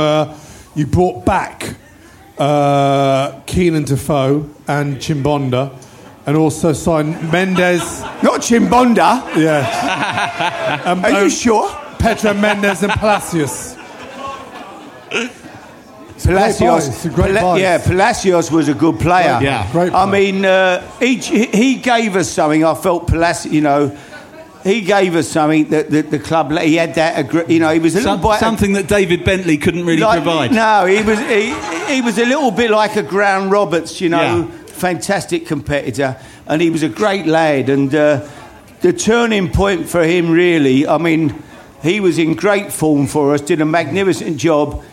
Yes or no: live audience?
yes